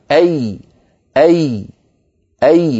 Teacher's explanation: قال إمامنا الجزري رحمه الله: والوسط فجيم الشين ياء، فجيم الشين ياء، فمن وسط اللسان يخرج الجيم والشين والياء